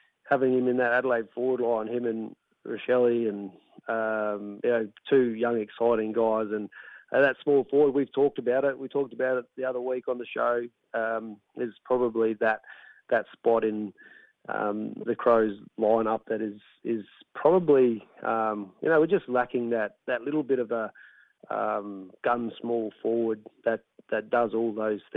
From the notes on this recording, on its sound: Anchored beautifully from the studio. Coming down the line from home. Phoned to chat. Called in to chat.